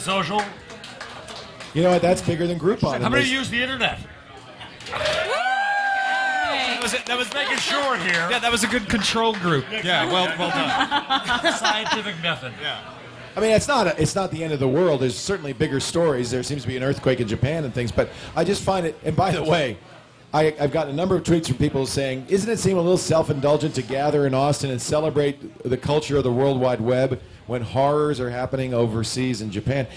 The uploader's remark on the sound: Live From SXSW 2011